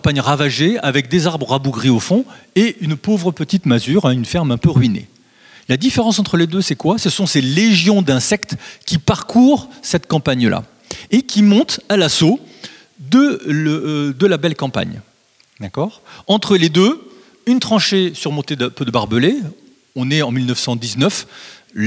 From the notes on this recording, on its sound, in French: Conférences données pour les 15èmes Entretiens de Bibracte en septembre 2021, à Saint Léger sous Beuvray.